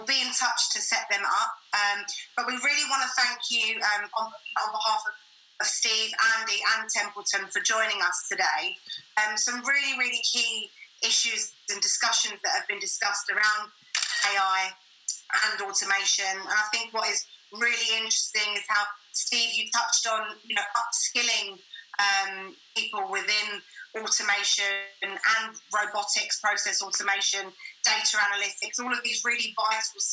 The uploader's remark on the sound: The Webinar was organised by Combined Intelligence and Templeton Partners .